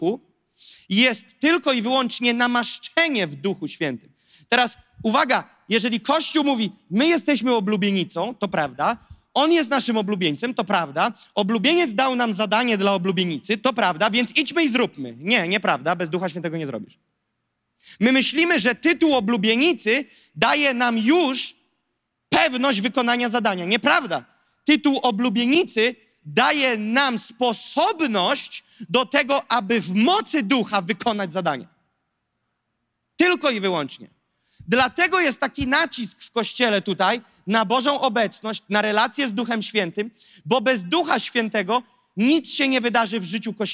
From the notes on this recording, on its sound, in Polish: To fragment nauczania, które zostało nagrane podczas nabożeństwa NOF Church.